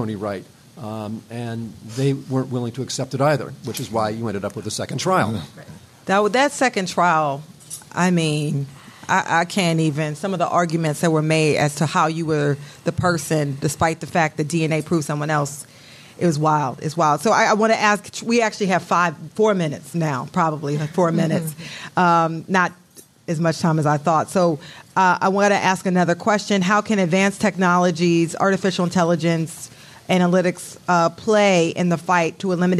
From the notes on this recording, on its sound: Before a live studio audience as part of the Philly Podcast Festival.